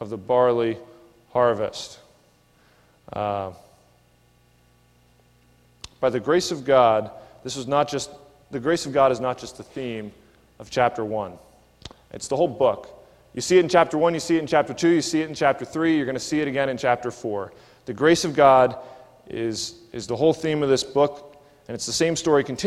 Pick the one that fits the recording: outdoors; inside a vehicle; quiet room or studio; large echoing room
large echoing room